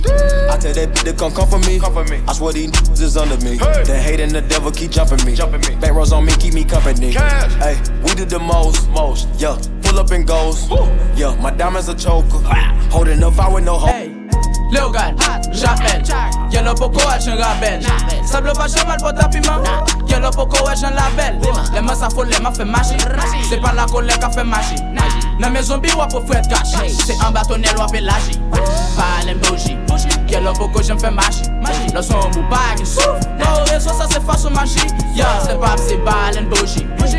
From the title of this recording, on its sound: LIVE AT WE LIT DR (Santo Domingo )